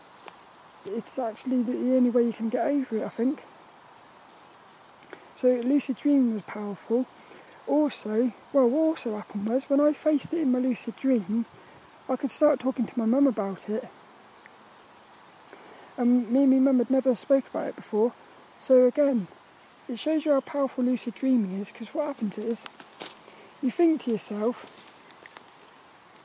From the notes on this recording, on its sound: This Walk and Talk episode sees me walking around the local woods of Saltrum, while talking about random topics. Hope you enjoy the atmospheric sounds on this one.